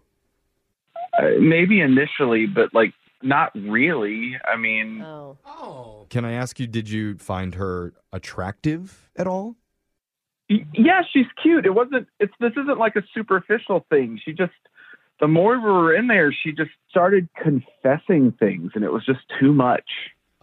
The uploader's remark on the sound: The couple on the phone today